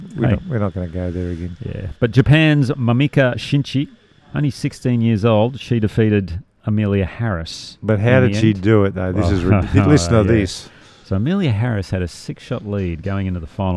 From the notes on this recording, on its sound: Today we're coming live from the famous Huntingdale Golf Club which is undergoing a huge redevelopment, we're in the lounge looking over piles of dirt with tractors and dump trucks everywhere.